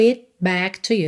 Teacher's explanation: esse T do it foi realmente só para cortar a vogal I